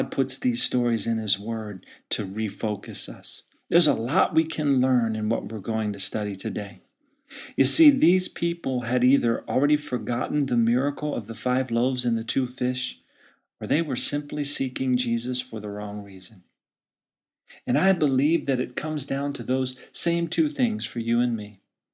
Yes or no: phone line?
no